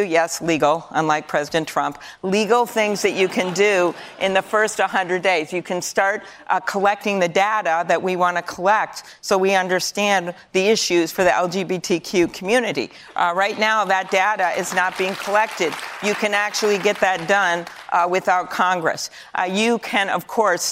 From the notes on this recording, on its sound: A live town hall. At The Novo in Los Angeles.